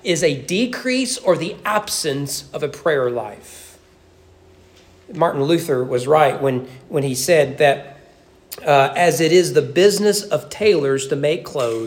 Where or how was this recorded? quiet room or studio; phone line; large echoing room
large echoing room